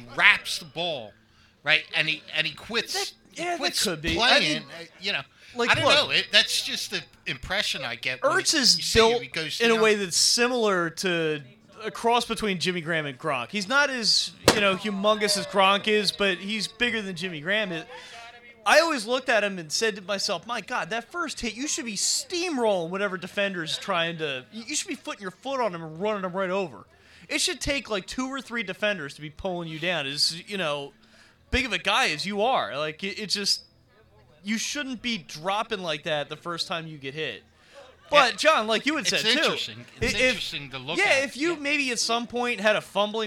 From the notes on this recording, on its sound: The gang is live from Naked Brewing Company.